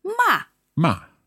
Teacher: the fourth tone is sharply down.